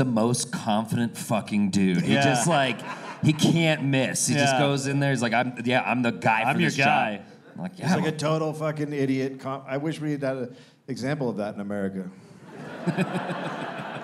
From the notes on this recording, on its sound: Recorded live at Comedy Works South in Denver.